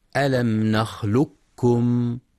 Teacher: تقرأ لحفص بالإدغام الكامل بذهاب صوت القاف تماما وتبقى الكاف مشددة